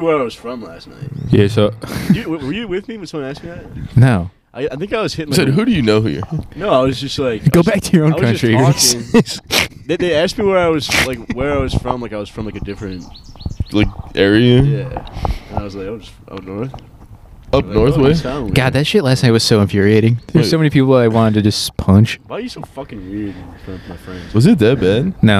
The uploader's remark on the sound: Another outside pod with a lot of nonsense silly talk.